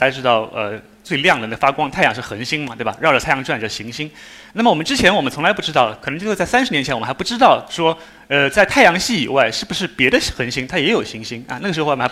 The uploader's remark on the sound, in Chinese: 一席现场